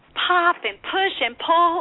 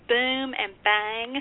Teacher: bilabial is a fancy term for lip sounds, meaning P's, B's, or M's